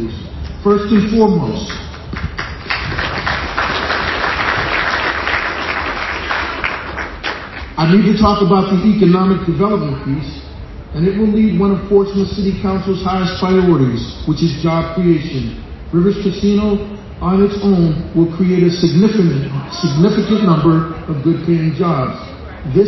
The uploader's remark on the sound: speech on the morning Rivers Casino opened its doors to the public